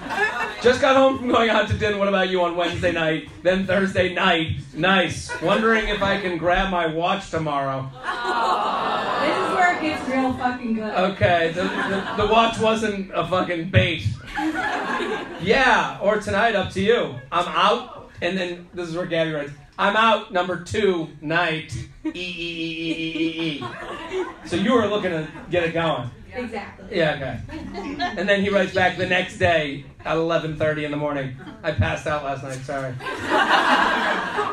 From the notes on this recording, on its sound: LIVE From Zanies In Chicago. Live from Zanies Comedy Club in Chicago.